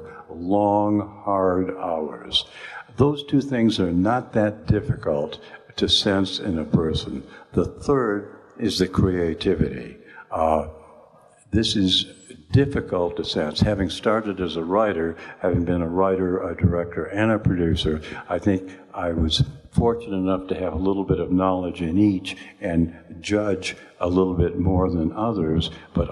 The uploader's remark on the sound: LIVE from the Overlook Film Festival. Live edition of Post Mortem from the Overlook Film Festival in Oregon in front of a standing-room only audience.